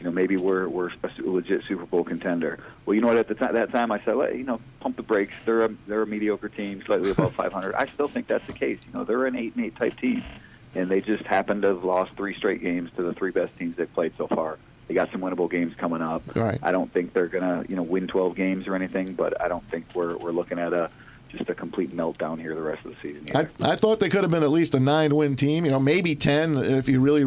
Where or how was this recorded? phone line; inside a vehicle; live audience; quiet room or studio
phone line